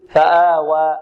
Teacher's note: الألف بدون إمالة أو تقليل، فآوى، البعض يقول فآوى وهي فآوى، الصحيح فآوى الواو، وبدون تفخيم فآوى، لعل البعض يفخم الألف هنا أو يفخم الواو فيقول فآوى فآوى فآوى آوى و و لا فآوى فآوى.